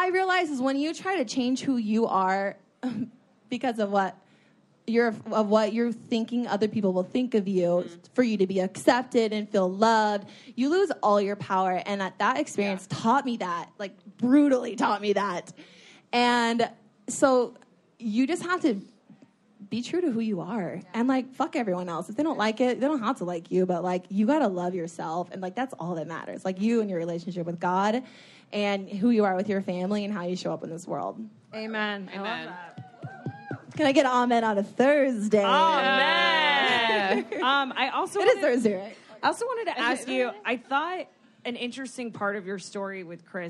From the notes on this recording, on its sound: The I don’t get it girls take it live! They answer questions from the audience.